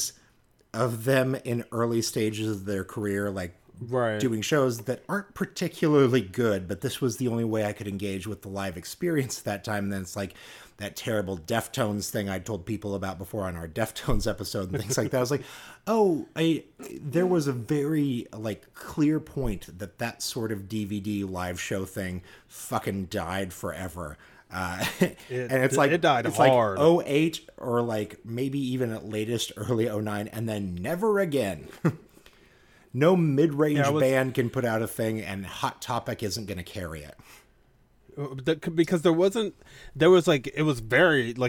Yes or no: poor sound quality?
no